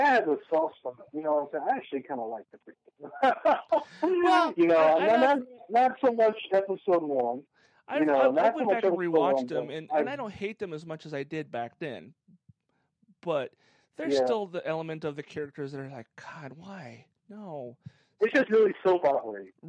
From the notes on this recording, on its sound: On the phone